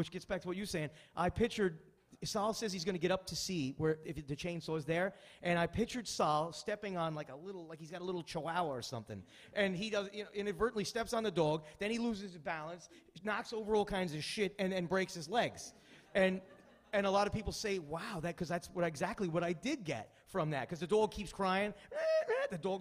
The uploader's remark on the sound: Live Q&A from Gotham Comedy Club